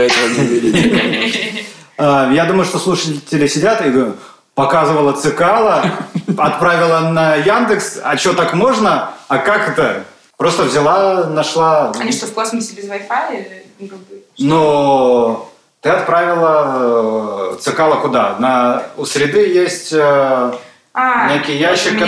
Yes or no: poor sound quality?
yes